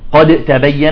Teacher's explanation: إذا جاء الدال ساكنة وبعدها تاء تمتنع القلقلة بسبب الإدغام · Term: إدغام متجانسين